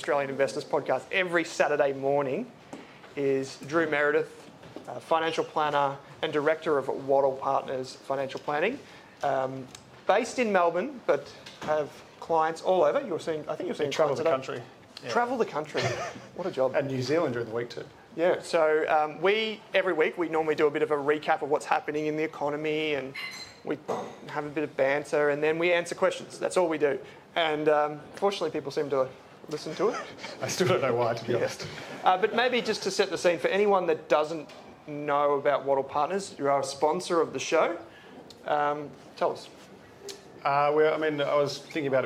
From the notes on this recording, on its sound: LIVE from Gallery in Adelaide, South Australia. Answered questions live in front of a crowd.